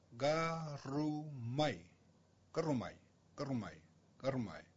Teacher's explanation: did you hear me make that rotex sound in there? That little trill, r.